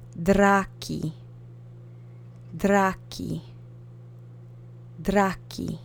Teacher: Keep those vowels monosyllabic and the accent is on the first syllable